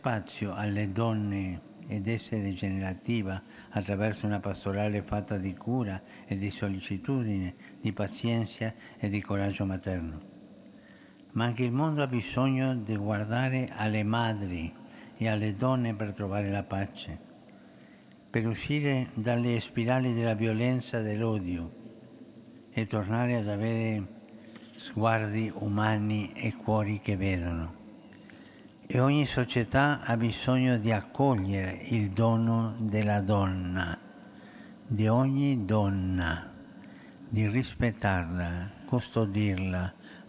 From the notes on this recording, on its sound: PETER'S BASILICA, HOLY MASS